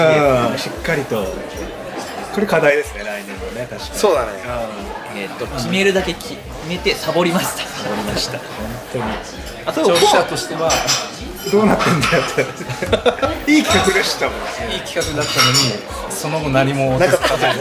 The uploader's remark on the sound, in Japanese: 今回は年末の喧騒を中継できたら(ウソ)とサイゼリヤさんでの録音になってます！